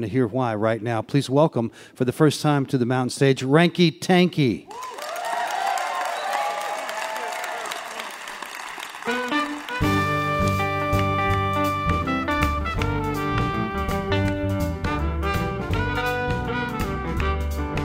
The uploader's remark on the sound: Recorded at the Culture Center Theater in Charleston, WV.